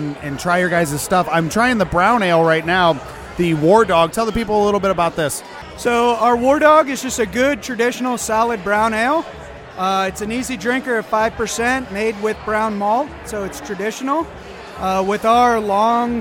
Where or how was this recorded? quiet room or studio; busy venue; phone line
busy venue